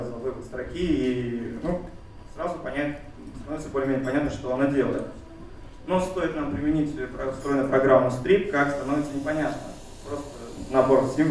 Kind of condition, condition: setting, live audience